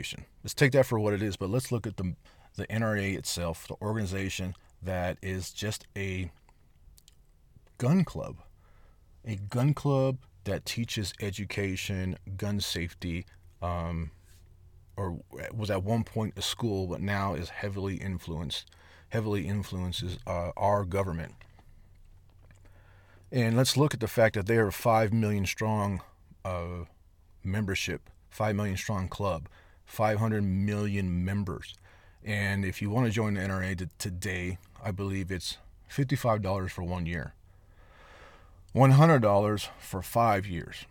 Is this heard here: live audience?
no